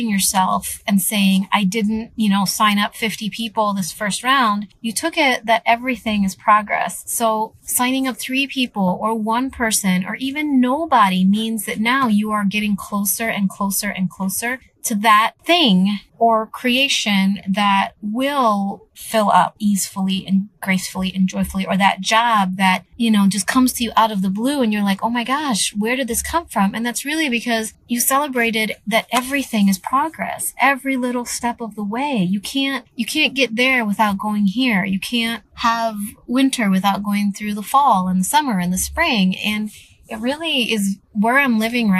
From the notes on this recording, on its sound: I am currently sitting in my car. It is really hot today and the reason why I'm sitting in my car at the parking lot of this school is because I kind of can't go home quite yet.